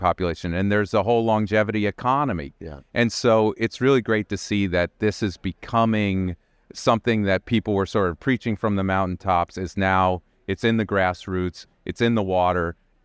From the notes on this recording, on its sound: recorded at the ViVE 2023 conference in Nashville